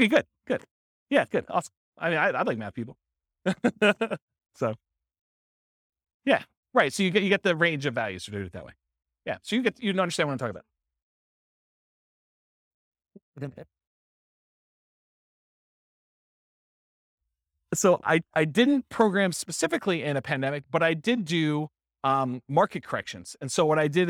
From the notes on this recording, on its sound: This was a live class recorded.